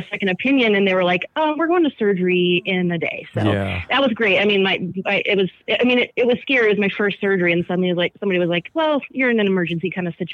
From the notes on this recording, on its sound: They then move on to live calls.